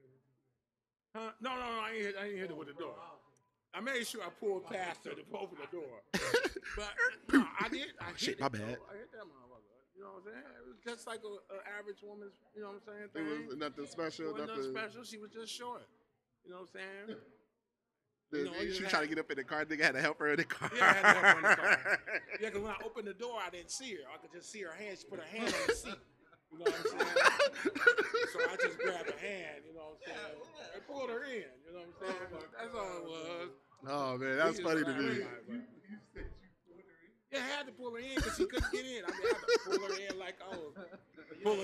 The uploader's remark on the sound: The crew is live from Da Shop. Sorry for the sound.